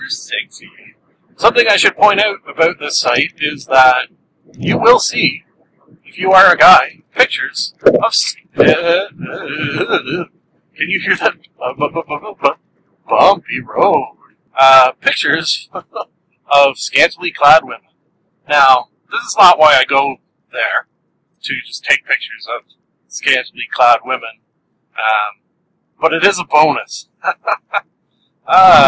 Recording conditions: poor sound quality